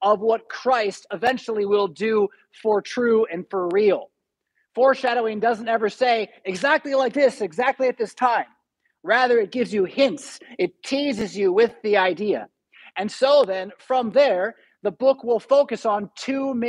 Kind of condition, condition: setting, large echoing room